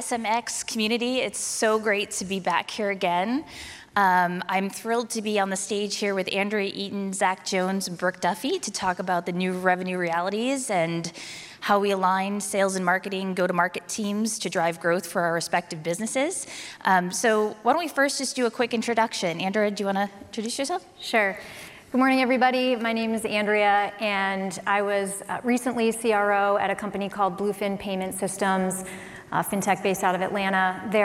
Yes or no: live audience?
yes